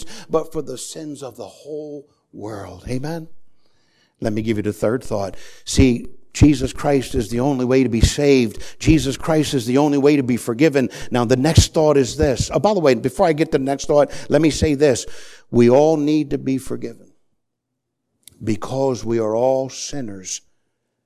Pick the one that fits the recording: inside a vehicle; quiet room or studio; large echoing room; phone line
large echoing room